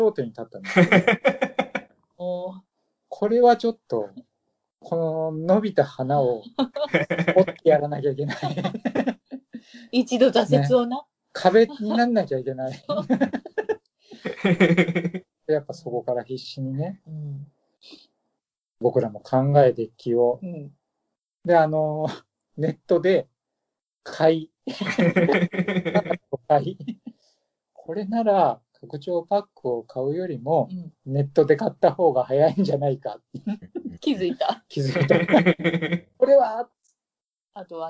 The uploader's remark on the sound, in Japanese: 何かとお聞き苦しいところもあるかと思いますが